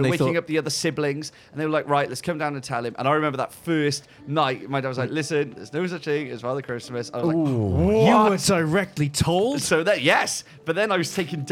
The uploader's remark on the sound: While waiting for their festival meals to arrive at Kensington’s, a swanky restaurant located somewhere in the UK.